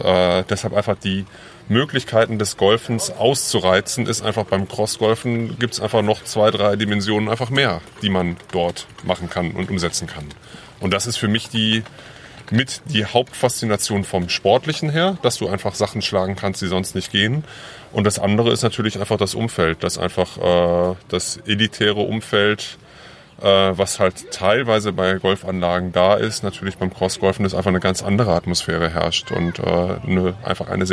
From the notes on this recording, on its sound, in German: live Vor Ort in Weinstadt vor das Micro bekommen